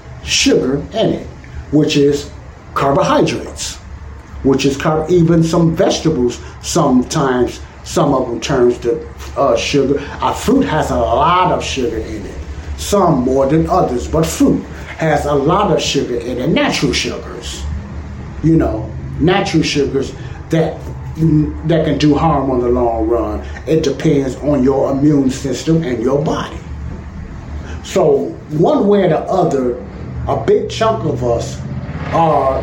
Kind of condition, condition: fault, sounds in the background